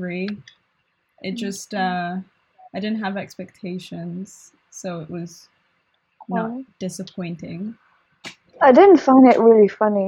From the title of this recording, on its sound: shitty audio!